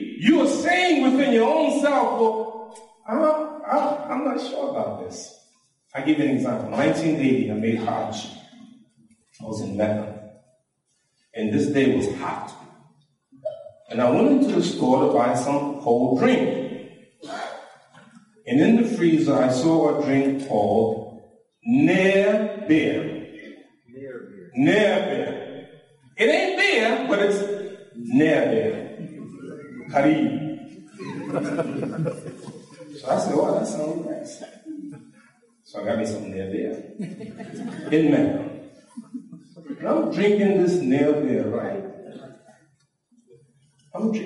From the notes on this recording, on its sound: This lecture was given at the IONA Convention.